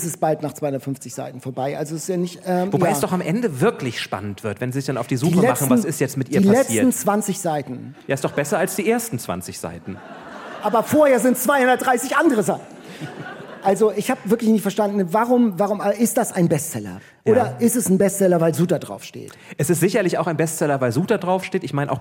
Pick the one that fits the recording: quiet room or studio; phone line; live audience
live audience